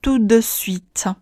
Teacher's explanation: 中间的 de 是一个浊音，声带要稍微努力的震动一下。